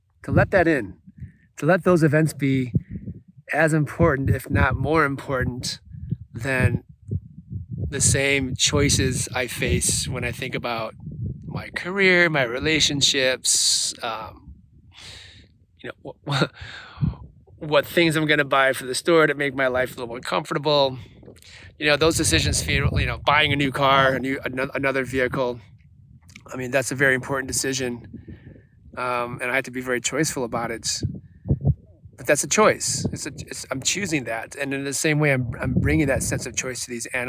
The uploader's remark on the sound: Recorded alone in the desert